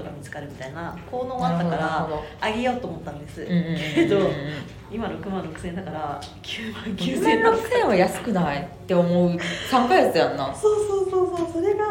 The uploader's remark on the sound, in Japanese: 公開収録。